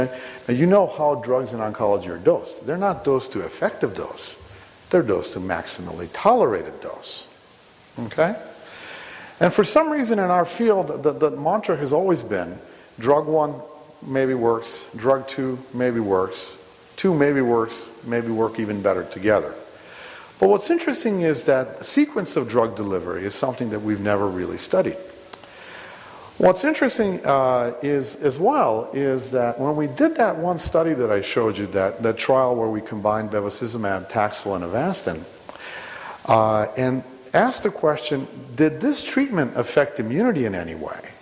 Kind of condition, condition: setting, live audience